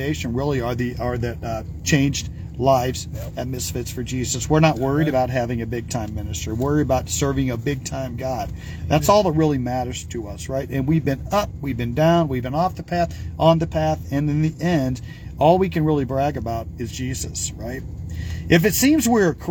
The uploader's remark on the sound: Brown Bag In The Van